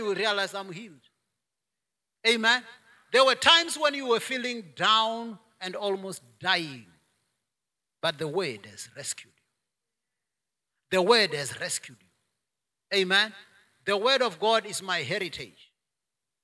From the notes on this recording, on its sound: preached at Jesus the Saviour Church, Kuilsriver Branch, Cape Town on 26 September 2021